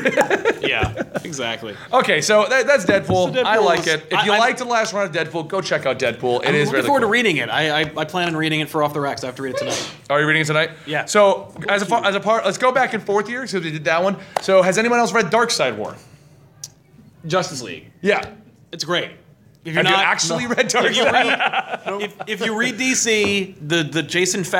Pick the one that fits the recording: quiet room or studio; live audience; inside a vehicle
live audience